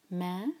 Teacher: ما مد طبعی دو حرکہ، کانو دونوں کو دو حرکہ کھینچنا ہے